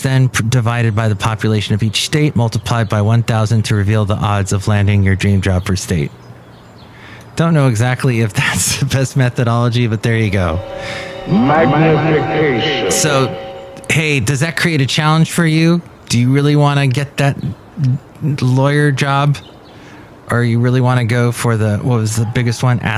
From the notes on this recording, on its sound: podcasts live from Cafe Anyway